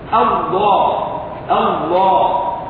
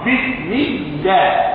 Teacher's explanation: فاللام تفخم في حالة واحدة في لفظ الجلالة الواقع قبله فتح أو ضم · Shown in: first take · لفظ الجلالة فتح هو الذي تغلظ فيه اللام وتفخم. · Term: لام مفخمة